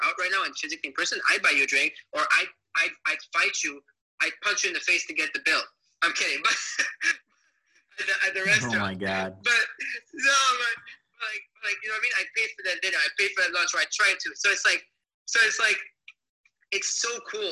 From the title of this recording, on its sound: Recorded Live On Clubhouse!